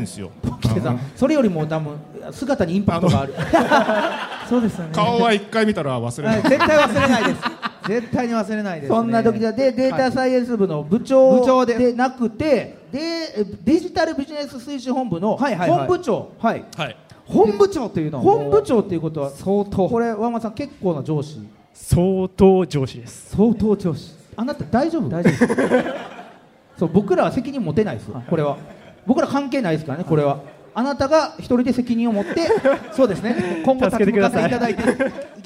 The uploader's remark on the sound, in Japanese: 京セラ本社に来ちゃいましたスペシャル。京セラで出張公開収録やりました！